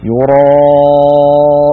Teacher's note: الراء مفخمة فتبعتها الألف أيضا في التفخيم